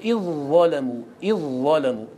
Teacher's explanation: الظاء والذال مخرجهما واحد، طرف اللسان مع ما بين الثنايا، فتقول إذ ظلموا، إذ ظلموا، تأتي بظاء مشددة. · Term: المتجانسان